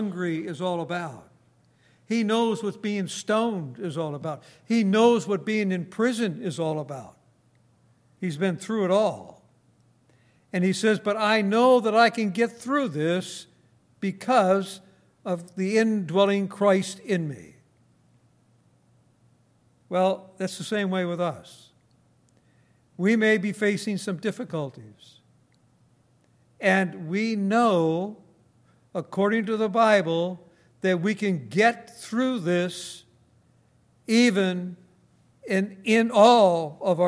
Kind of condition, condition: setting, large echoing room